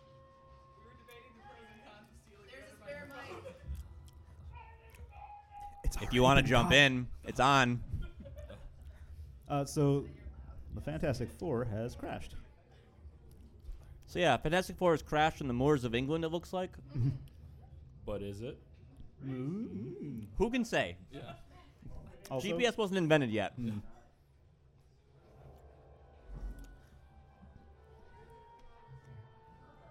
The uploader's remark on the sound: Coming to you live from Drifter Coffee in Ferndale, Michigan. The first ever Good Brews Bad Views live episode. A live vote where the fate of the podcast is decided upon.